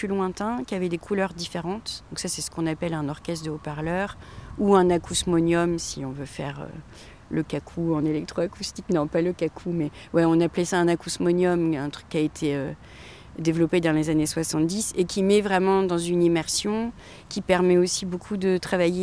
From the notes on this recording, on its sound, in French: Au Festival Écoute(s) à Grenoble. Au Prunier Sauvage, à Grenoble, s'est déroulé le festival Écoute(s) , festival de radio, de créations sonores, de rencontre et de performances. Radio Grenouille s'y est rendu et en a profité pour tendre ses micros aux organisateur.rices et aux invité.es.